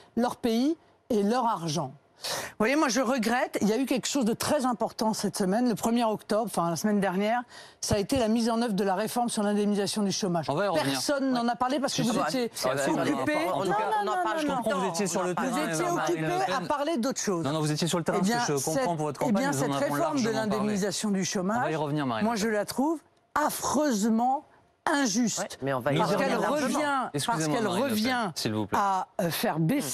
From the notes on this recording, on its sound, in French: en direct et en public